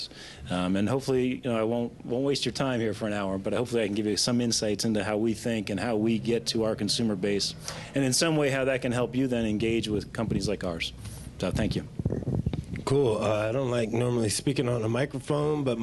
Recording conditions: busy venue